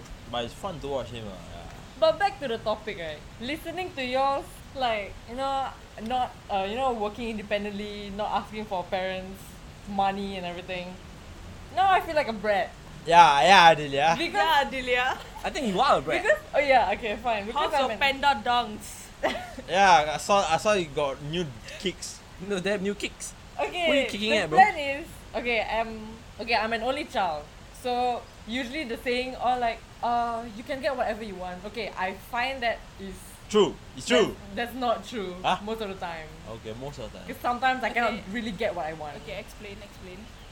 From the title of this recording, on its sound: First podcast and we are outdoors ?!